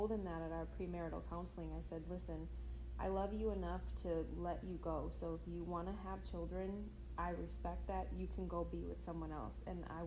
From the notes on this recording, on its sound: we were all pretty tired recording this and were speaking at a lower decibel level than usual!